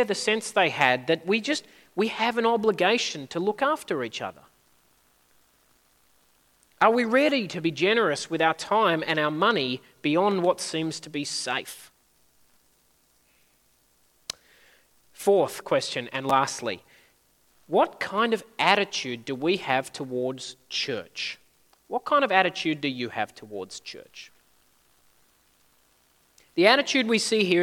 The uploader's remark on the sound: At a Church in the Graveyard service.